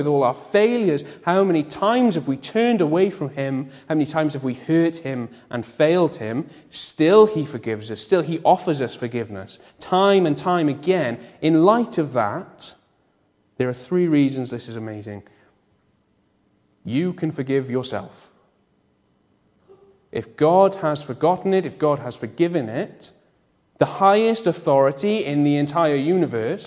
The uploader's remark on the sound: Bethel Evangelical Church in Gorseinon